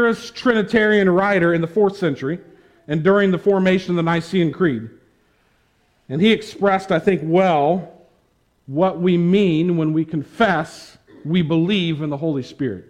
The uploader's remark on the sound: preached at the Tarrant Bible Methodist Church on October 31, 2021